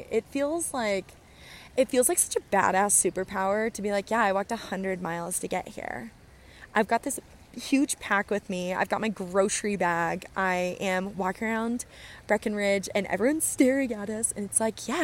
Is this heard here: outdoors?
yes